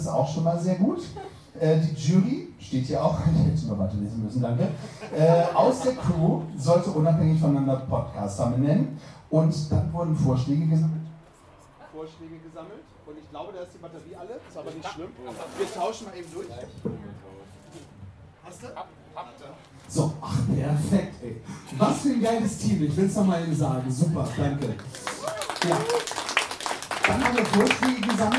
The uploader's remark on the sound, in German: Podfluencer Festival 2023: Interviews, Award-Verleihung und Eindrücke live vor Ort! (Live-Interview in der Episode).